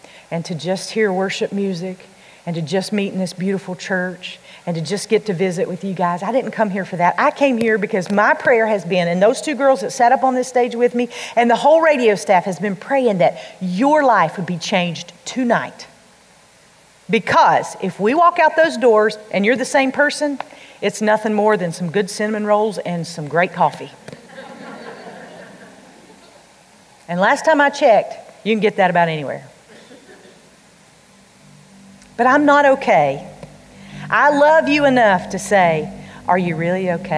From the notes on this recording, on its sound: during The Girl Talk Live event in Hickory, NC.